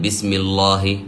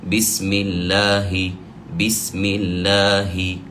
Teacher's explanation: حرف الباء في بسم الله الرحمن الرحيم جاء مكسورا، فأبين الكسر فأقول بي بسم الله، وحرف السين جاء ساكنا فأعطيه حقه من الصفير وأبين أن هذا الحرف ساكن، وكذلك حرف الميم بسمي بسمي بسمي. وكلمة الله لفظ الجلالة كونه جاء بعد حرف مكسور فيحكم بالجر، فاللام هنا مرققة · Shown in: second take